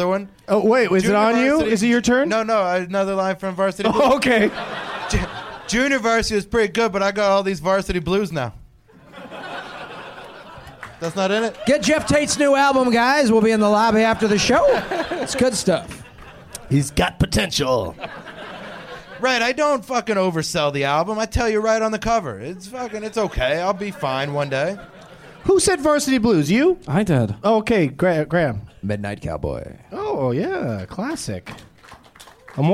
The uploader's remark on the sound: Live from Zanies in Rosemont, IL.